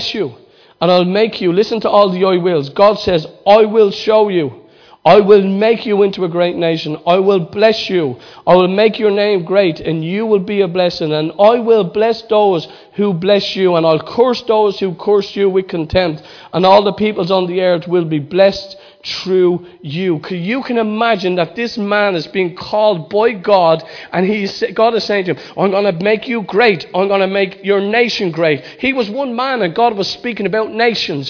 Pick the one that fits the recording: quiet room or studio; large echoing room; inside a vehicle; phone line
large echoing room